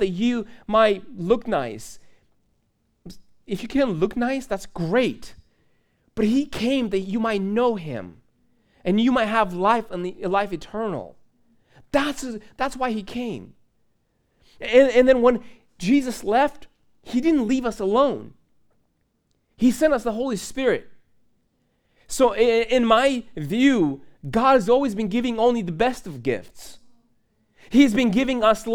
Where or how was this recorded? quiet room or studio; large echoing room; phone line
large echoing room